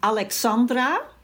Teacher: Da spricht man das N und das L spricht man quasi dick aus, also nicht so schlank, nicht so fein